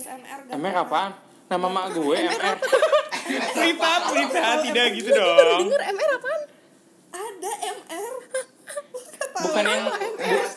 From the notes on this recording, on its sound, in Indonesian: Maaf ya P-assengers kalau agak mendengar grasak-grusuk dari audio kali ini.